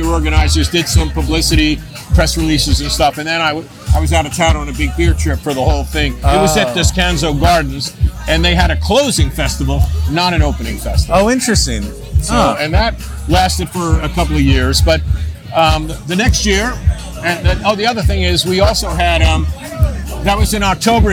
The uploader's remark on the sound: LIVE episode of HopTalk, recorded at the recent LA Beer Week kickoff festival